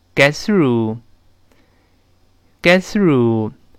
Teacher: get，后面那个 t 要失去爆破，因为 t 又碰到了辅音了